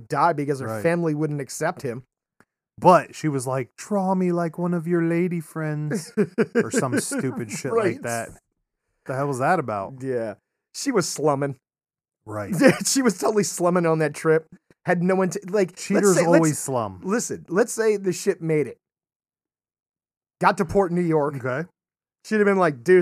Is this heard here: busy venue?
no